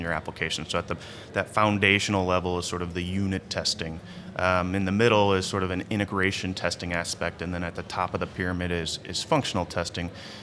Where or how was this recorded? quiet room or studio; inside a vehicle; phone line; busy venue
busy venue